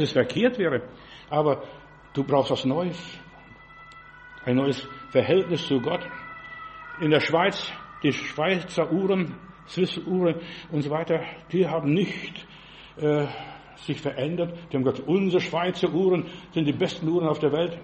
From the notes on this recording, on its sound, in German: im Gemeinde-Zentrum in Berlin aufgenommen